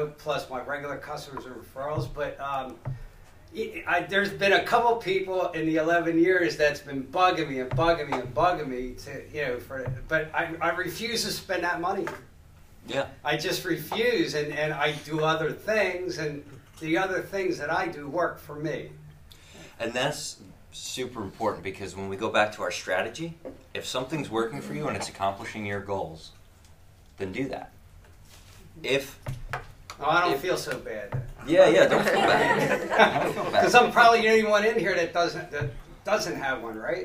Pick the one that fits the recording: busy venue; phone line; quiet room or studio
busy venue